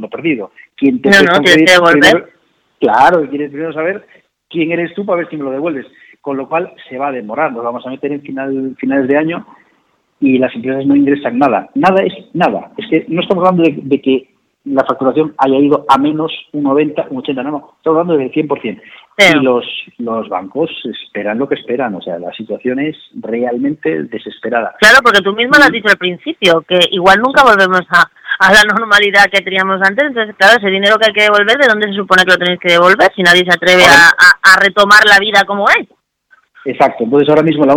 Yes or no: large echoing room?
no